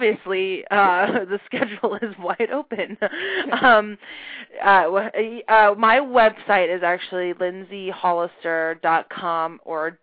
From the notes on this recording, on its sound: calling in from Sydney, Australia